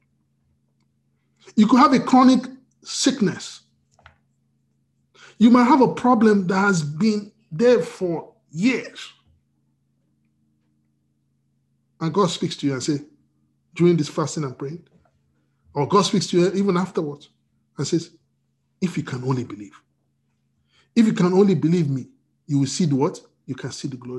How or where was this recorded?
video call